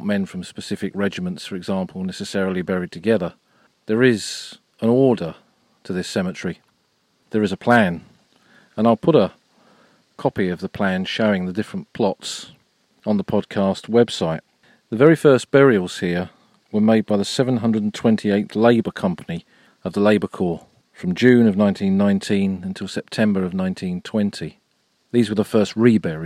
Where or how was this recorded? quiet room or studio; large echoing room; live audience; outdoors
outdoors